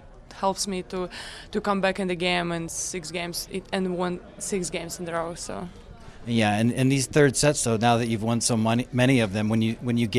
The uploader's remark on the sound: live at the BNP Paribas Open, staring down from Stadium 4 bleachers